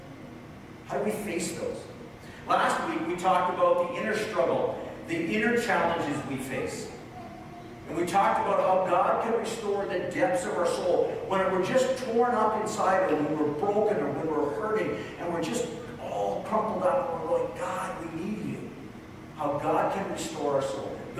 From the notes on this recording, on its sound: (Sorry for the poor audio this week, we had some technical challenges this past Sunday).